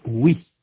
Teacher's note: Dans les mots Louis et oui, la langue est en arrière pour prononcer le son OU. Puis elle avance et vient appuyer contre les dents inférieures pour prononcer le son I. · Term: semi-voyelles W et Y